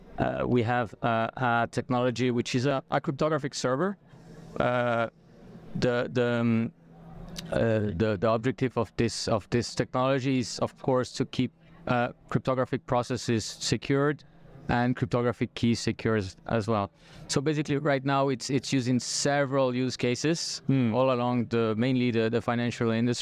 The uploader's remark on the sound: recorded onsite at Blockchain Rio in September